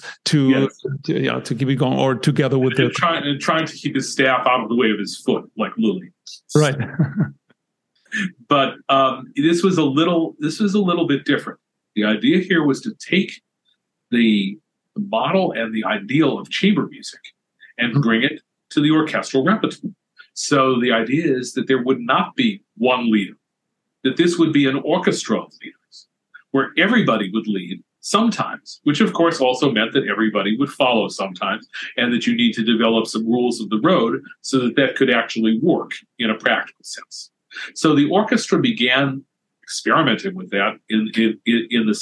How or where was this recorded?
video call